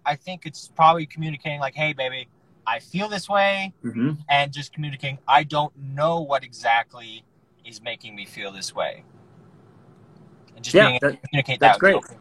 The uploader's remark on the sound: as they're driving in the car